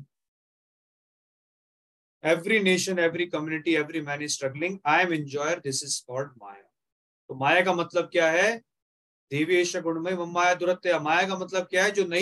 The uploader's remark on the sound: Zoom recorded session